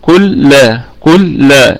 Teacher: طيب كلما الكلمة كلها مرققة طبعا، والميم اللام كل لا كل لا، اللام فيها إدغام مثلين صغير طبعا، يعني لأنه حرفين متماثلين، حرفين متماثلين.